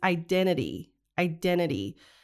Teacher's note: she uses the stop T for the T in the middle of identity. So she doesn't pronounce that T in the middle.